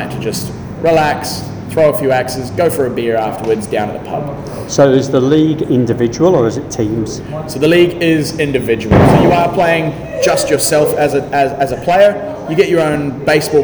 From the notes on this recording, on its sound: Recorded before Auckland’s second lock down. We had a chat and did some axe throwing.